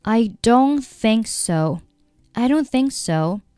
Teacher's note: don't,末尾 t,和 think,末尾 k,都不用发音